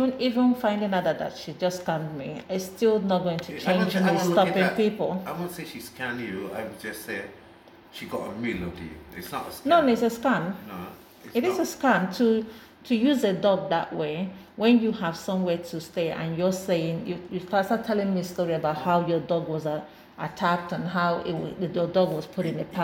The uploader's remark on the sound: This was an impromptu recording so has some background interruptions due to everyday living that could not be helped.